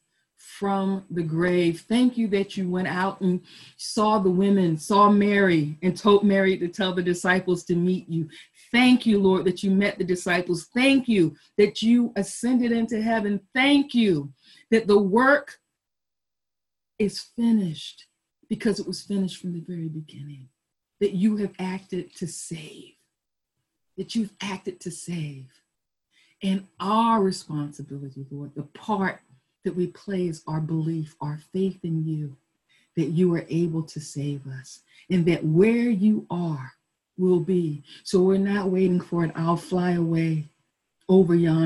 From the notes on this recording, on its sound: Our Zoom streamed Easter Service.